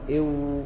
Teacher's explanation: والياء اللينة الياء تخرج من وسط اللسان مما يلي الحنك الأعلى والواو يخرج من الشفتين بضمهما وترك الفرجة